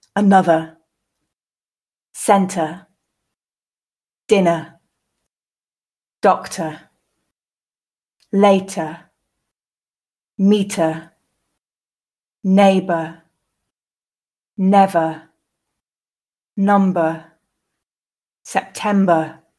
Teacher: The first group has words where the final vowel plus R in writing, or sometimes R plus vowel combinations, make the schwa sound